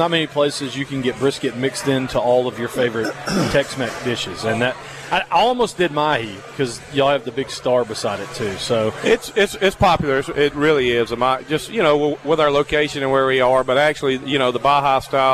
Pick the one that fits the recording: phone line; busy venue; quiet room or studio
busy venue